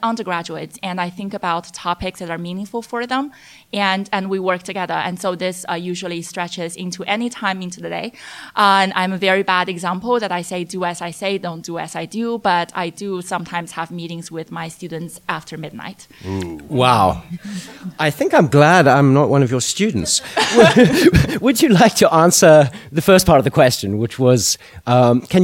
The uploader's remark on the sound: Live at NEXT China. In a show taped in front of a live audience at SupChina’s NEXT China conference.